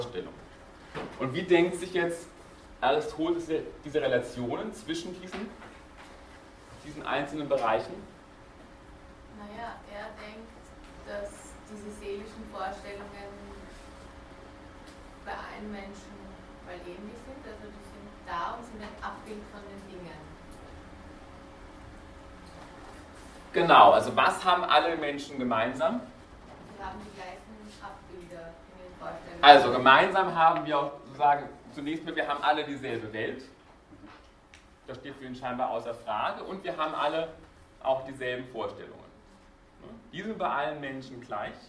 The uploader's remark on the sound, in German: Diese Vorlesung wurde von Studierenden aufgenommen